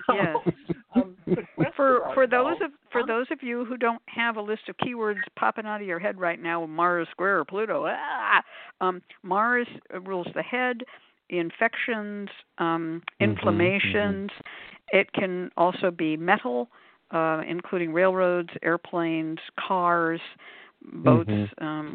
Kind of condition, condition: link, phone line